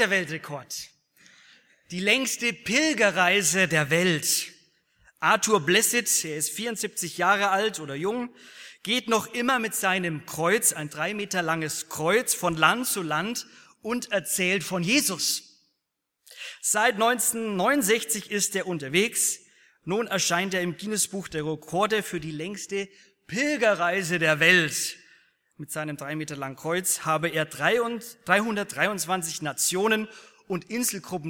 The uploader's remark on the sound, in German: aus dem Gottesdienst der Liebenzeller Mission